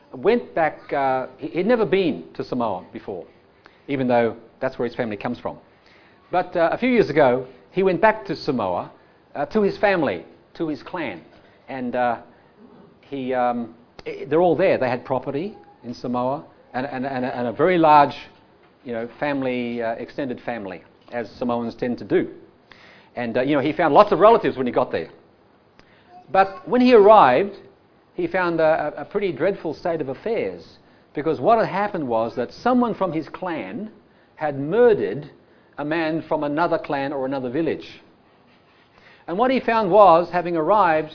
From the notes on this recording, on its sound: Audio sermon recorded live from the King's Way Christian Fellowship Church Camp 2019 at Phillip Island, Australia.